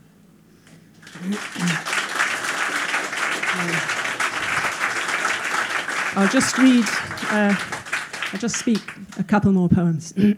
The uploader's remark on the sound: Recorded at The Social, London on 2 July, 2012.